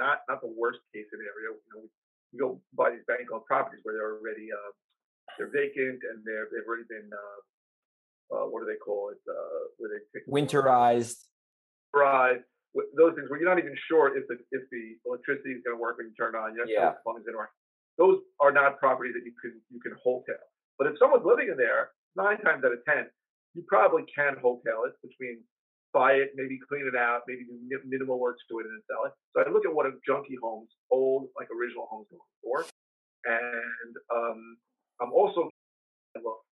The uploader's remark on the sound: We regret to inform you that the upcoming episode may have some audio issues.